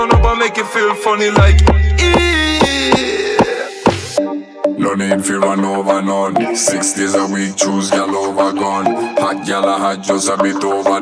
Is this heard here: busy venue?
yes